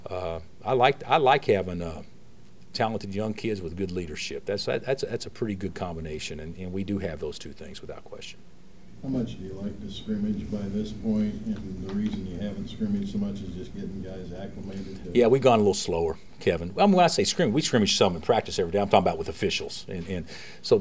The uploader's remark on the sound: Press Conferences & Post-Game Interviews